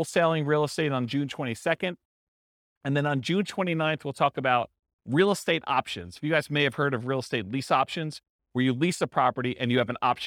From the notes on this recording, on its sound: This was a live class recorded